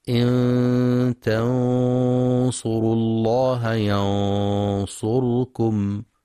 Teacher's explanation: والغنة تابعة لما بعدها تفخيما وترقيقا في الإخفاء، فإذا كان الحرف الذي بعدها مفخما فخمت، نحو: إن تنصروا الله ينصركم، فتفخم الغنة لأن الصاد مفخمة